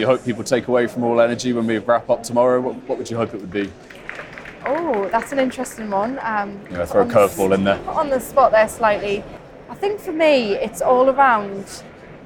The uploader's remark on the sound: The Energy Voice team are at the All-Energy conference this week, the UK’s largest renewable and low-carbon energy exhibition and conference. Dropped by the Energy Voice stand to take part in a live podcast on day one of the All-Energy conference in Glasgow.